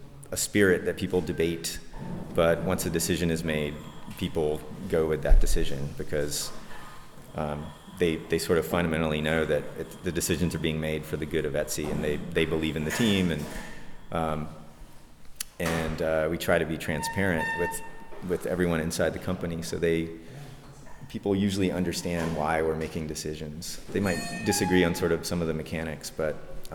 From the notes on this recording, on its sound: At the Hello Etsy conference (17-18 September 2011, Berlin)